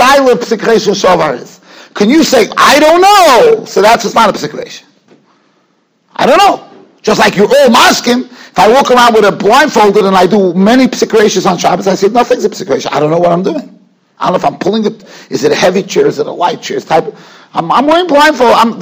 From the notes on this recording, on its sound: Shiur recorded in Yeshivas Ohr Reuven, Monsey, NY.